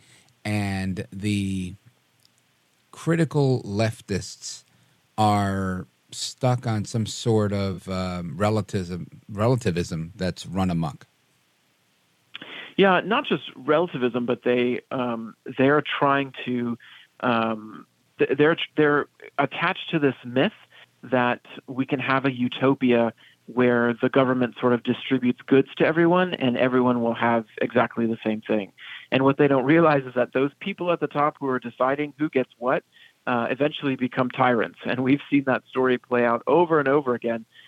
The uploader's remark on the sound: we take your calls in open phones across America